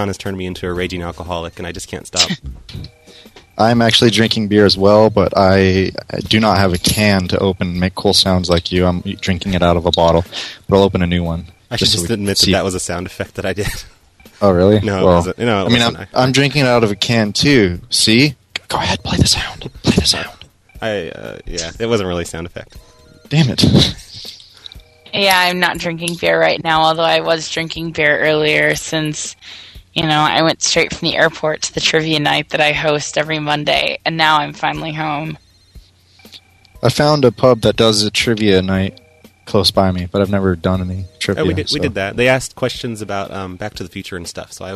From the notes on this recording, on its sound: RBCP's Personal Prank Phone Calls Collection